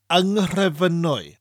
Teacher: And the N becomes an ng. · Term: nasal mutates